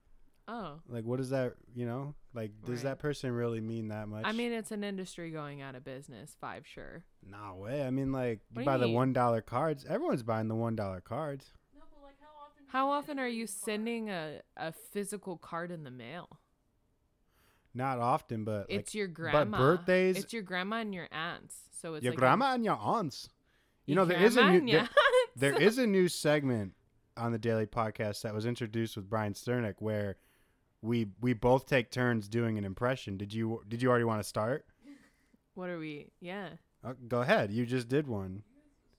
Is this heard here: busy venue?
no